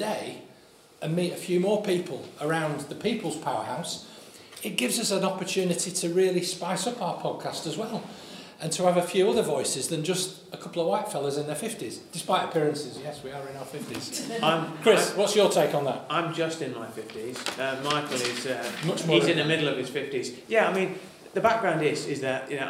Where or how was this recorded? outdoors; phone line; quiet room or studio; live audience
live audience